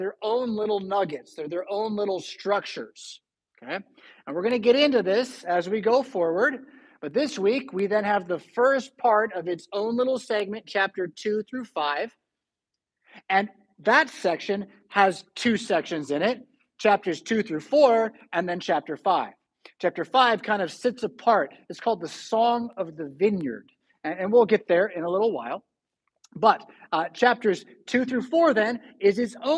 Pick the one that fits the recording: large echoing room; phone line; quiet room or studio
large echoing room